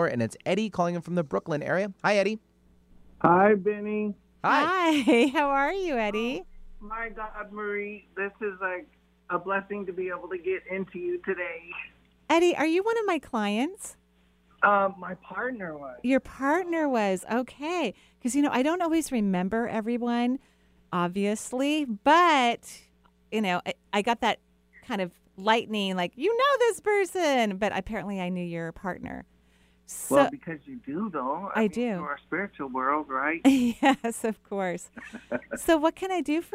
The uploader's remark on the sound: Call-in show. Providing intuitive readings for callers all over the country.